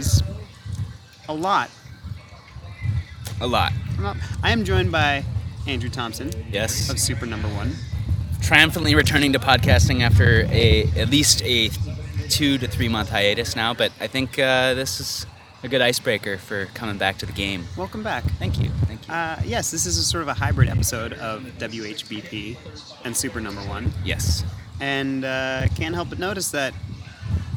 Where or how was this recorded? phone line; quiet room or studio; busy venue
busy venue